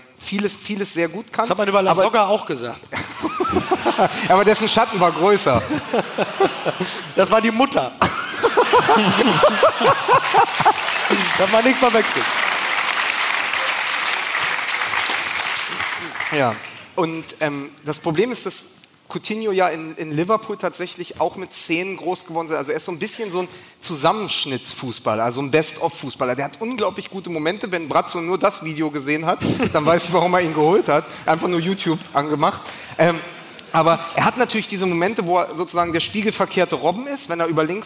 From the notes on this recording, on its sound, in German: Und am Ende stehen drei Typen auf der Bühne und können ihr Glück kaum fassen. Wir waren in Hamburg, vor Publikum und durften endlich in jene Gesichter schauen, die uns sonst nur vom Hören kennen.